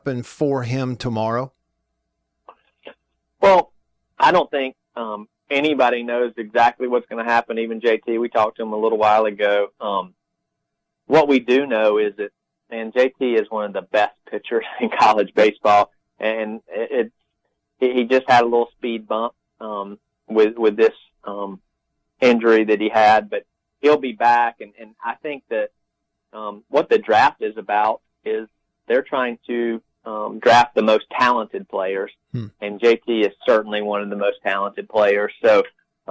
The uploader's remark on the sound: calls on the DeViney Phone